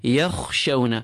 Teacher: So light, yakhshawna, nice and clean and light, but fold, yakhshawna. Sheen is smooth, do not grab the waw, do not feel the waw on your lips. It is a soft letter.